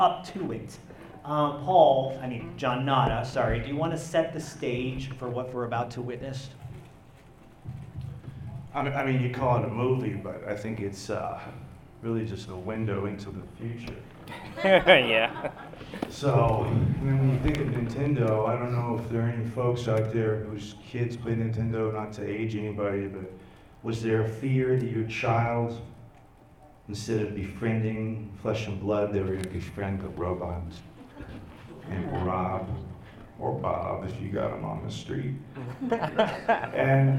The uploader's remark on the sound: L.A. Comic Con Panel. It was a packed house and a great crowd. We cleaned up the audio the best we could but it was recorded in an open room so don’t expect studio-quality sound lol!